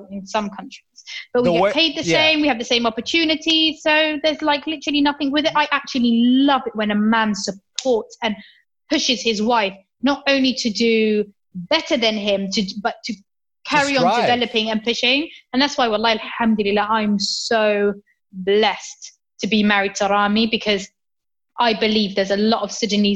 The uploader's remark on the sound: zooms in and we chat